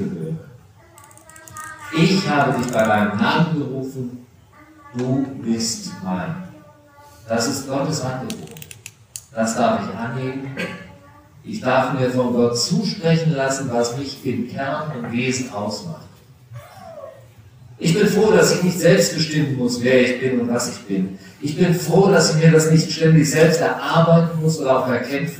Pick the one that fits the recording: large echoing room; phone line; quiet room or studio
large echoing room